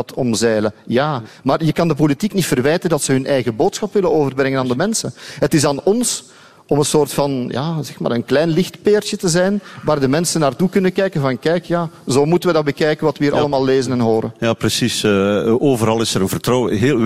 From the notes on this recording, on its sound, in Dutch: live vanuit 30 CC in Leuven